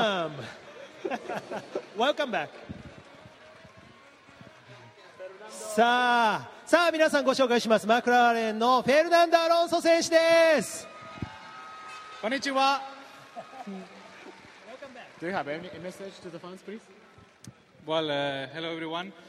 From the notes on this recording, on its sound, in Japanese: 鈴鹿サーキットから臨場感たっぷり録れたて音声をお届けします。